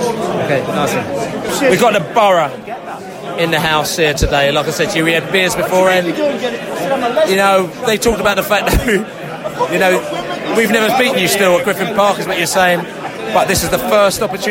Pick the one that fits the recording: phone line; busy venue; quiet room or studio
busy venue